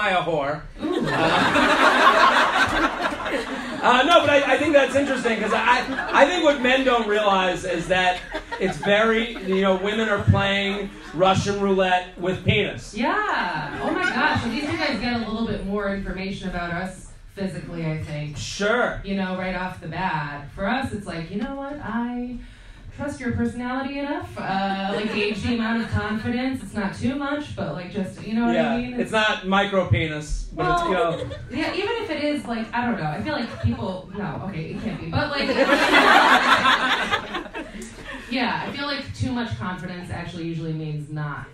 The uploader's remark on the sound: LIVE From Zanies In Chicago. Live from Zanies Comedy Club in Chicago.